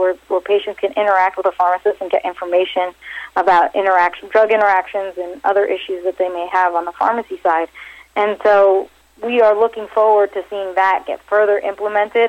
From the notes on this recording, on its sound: called in to SmallCapVoice